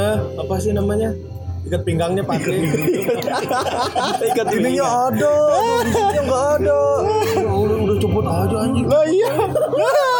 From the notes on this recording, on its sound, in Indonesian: Audionya udah lumayan, ada backsong tapi bukan kehendak kami, ini dari pihak tempatnya.